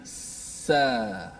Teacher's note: hujung lidah diletakkan di bahagian belakang gigi bawah. Ha, so, bila kita sebut, keluarlah daripadanya huruf sin, sa.